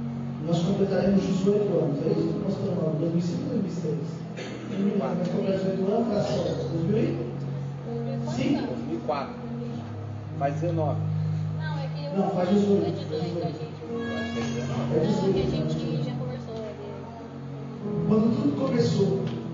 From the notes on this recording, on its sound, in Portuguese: Culto da Família. Gravação ficou em som ambiente.